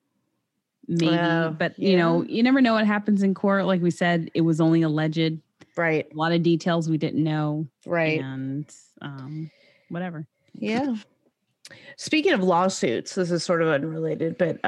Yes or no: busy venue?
no